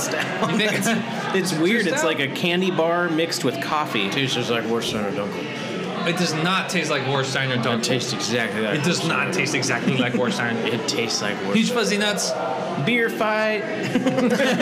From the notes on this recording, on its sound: Recorded live from a bar! We were still working out the kinks back then.